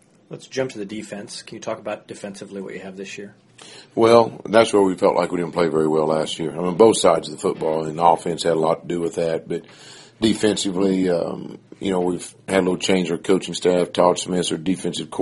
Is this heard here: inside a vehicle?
no